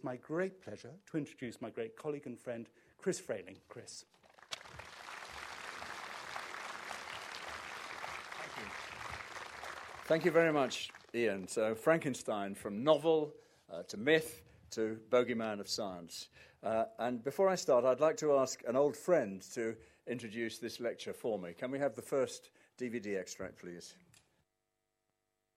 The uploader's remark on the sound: Recorded at the Science Museum